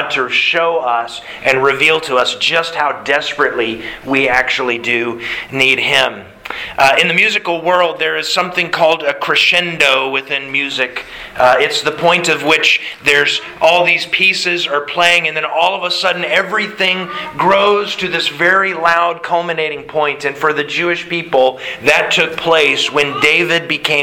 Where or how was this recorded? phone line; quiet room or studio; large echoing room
large echoing room